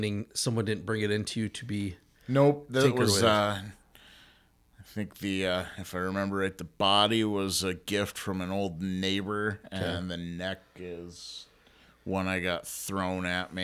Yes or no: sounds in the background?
no